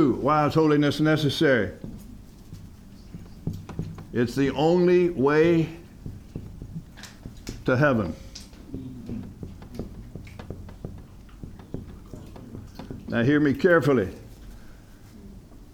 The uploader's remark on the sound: From the HeartCry Asia Conference 2023